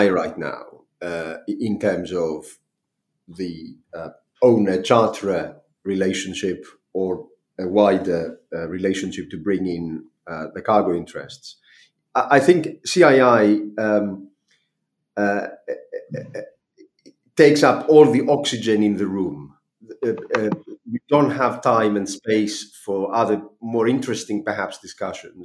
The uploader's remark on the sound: Webinar Recording. Catch up on the recording from the second part of our webinar.